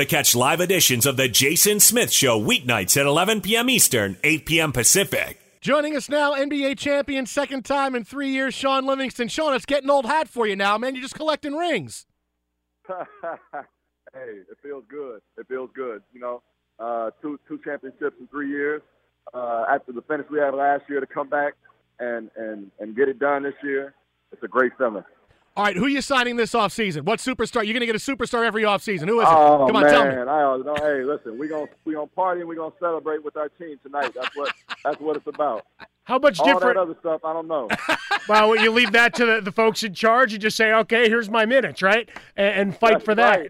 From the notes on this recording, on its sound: Call into the show moments after their team was crowned NBA Champions.